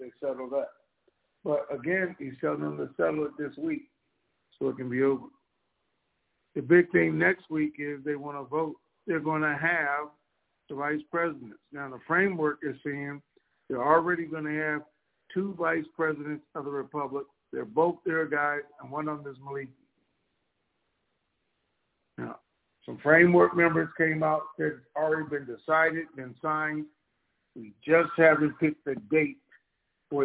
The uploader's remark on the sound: TNTSuperfantastic Conference Call